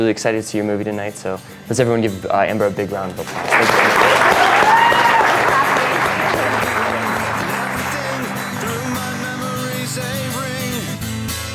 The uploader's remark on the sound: Live from 5Point Vol. 7. We headed south for our annual pilgrimage to the 5 Point Film Festival and our live Dirtbag Diaries.